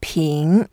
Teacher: it's the second tone, so we go up